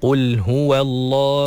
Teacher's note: Jadi jangan sampai huruf yang berbaris fathah sebelum huruf yang dimatikan ketika waqaf tu melahirkan huruf alif ataupun ya ataupun waw. Jadi ahad, kena pastikan lepas ha fathah terus matikan dalam huruf dal yang telah disukunkan kerana waqaf